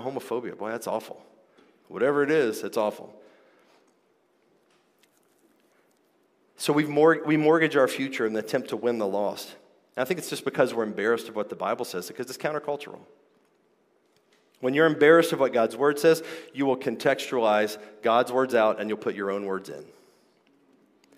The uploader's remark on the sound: This episode is a live recording. From the 2023 King's Domain Conference.